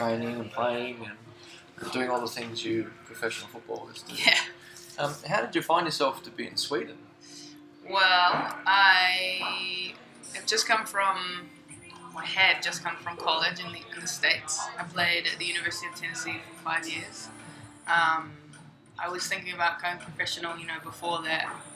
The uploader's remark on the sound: I apologize for the sound quality, as we recorded this episode in the local cafe, but we will be opening a studio very soon.